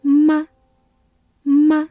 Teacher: 吗 is a neutral tone, so you must pronounce it very lightly.